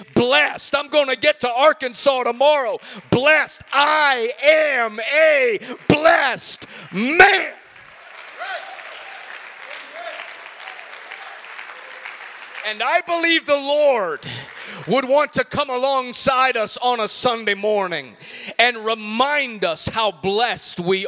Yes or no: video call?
no